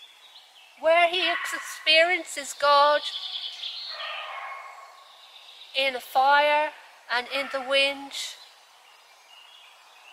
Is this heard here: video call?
no